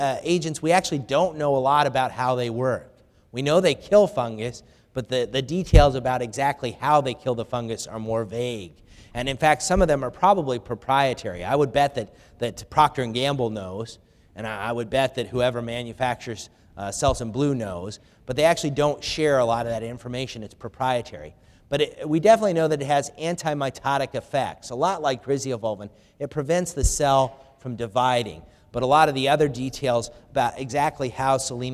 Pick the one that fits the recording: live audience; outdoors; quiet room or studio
live audience